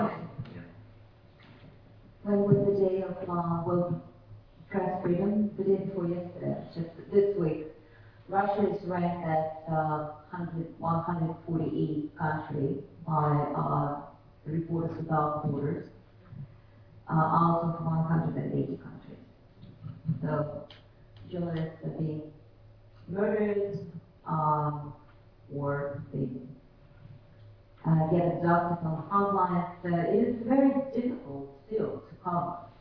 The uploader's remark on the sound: Co-presented with the Australian Press Council as keynote event in the Press Council’s 40th Anniversary International Conference.